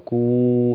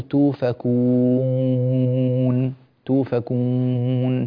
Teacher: بارك الله فيك، ويوجد عندك غنة في الأنف تستخدمها في الحروف غير المغنونة، يعني توفكو لا أثر للأنف في هذه الواو · Shown in: first take · كو هذا الصحيح، لا تقول توفكون توفكون، ترى الأنف وهو يلمع صوته في الواو لا أصلح.